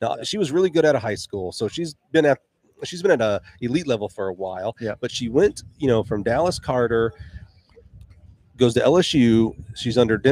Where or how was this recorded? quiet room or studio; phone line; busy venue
busy venue